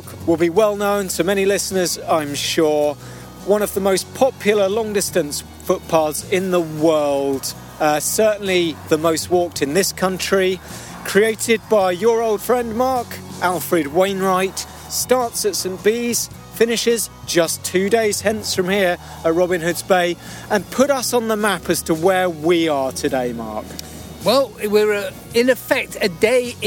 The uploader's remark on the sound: We travel east to the big-sky North York Moors. On a stretch of her beloved Coast to Coast walk. Setting out in springtime squalls from The Lion Inn at Blakey.